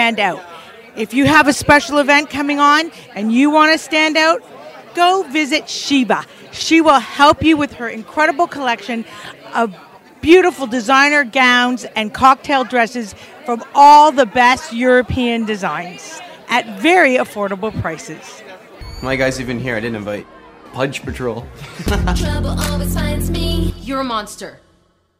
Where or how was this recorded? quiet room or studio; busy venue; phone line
busy venue